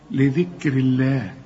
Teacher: ولفظ الجلالة هنا مرقق لأنه قبله مكسور